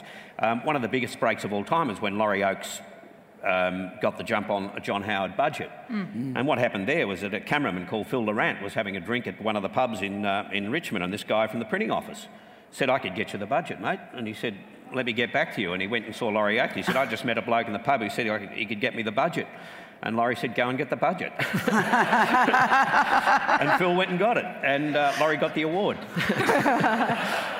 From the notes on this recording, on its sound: Recorded live at Melbourne Writers Festival 2015.